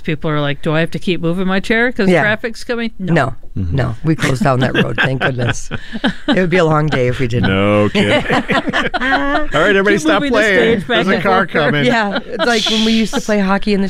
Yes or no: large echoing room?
no